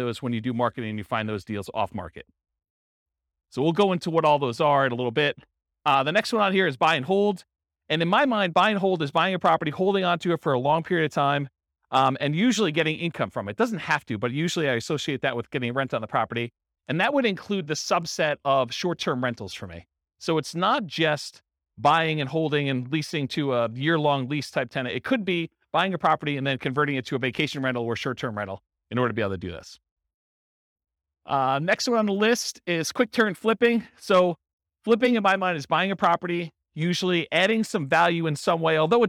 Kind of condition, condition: setting, live audience